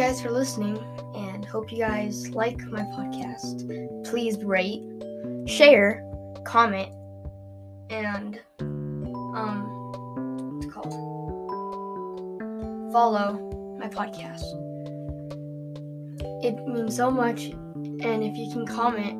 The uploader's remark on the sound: Sorry for the back round noise.